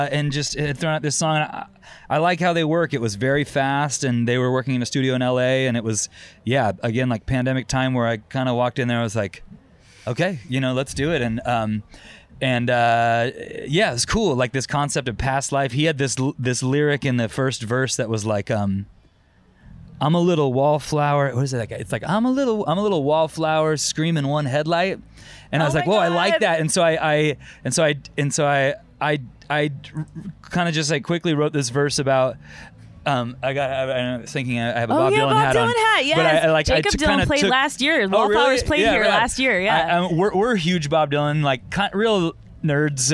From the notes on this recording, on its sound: at the Beachlife Festival